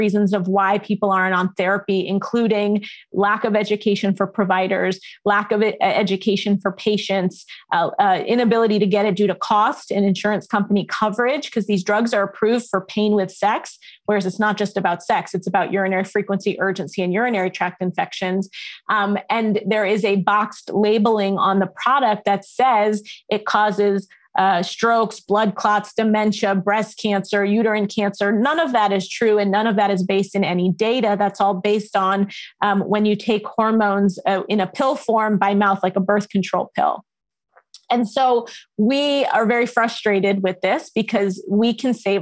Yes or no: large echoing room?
no